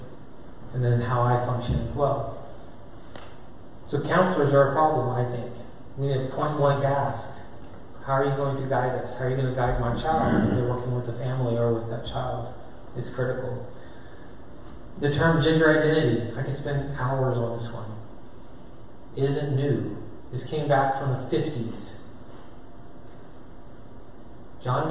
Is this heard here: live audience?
yes